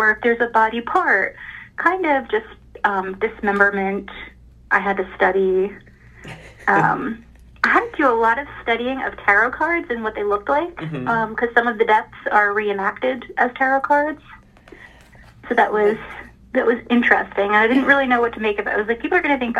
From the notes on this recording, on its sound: via phone